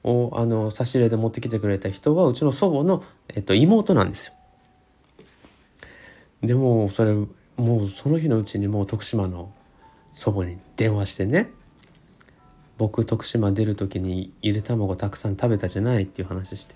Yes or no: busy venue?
no